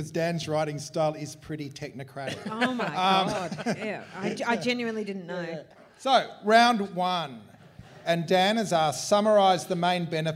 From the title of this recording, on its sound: Burning Platforms Live in Melbourne